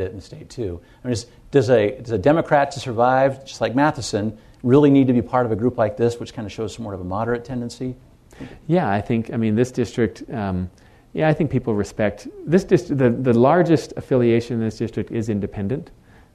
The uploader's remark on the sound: In front of an audience at KSL Broadcast House.